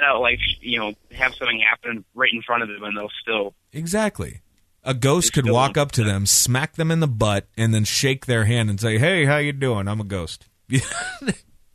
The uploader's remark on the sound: A phone call that he wasn't expecting. In studio again.